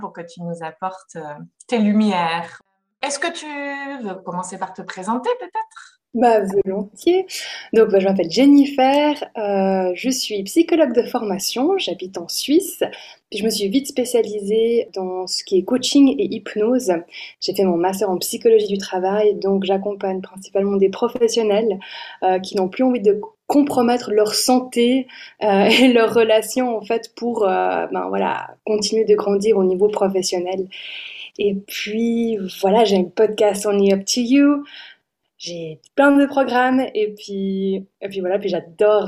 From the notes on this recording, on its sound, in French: Je vous invite à découvrir ou redécouvrir les interventions magnifiques enregistrées en Mars 2022, lors du Sommet Virtuel "Take It Féminité : être une femme active et émotive en 2022".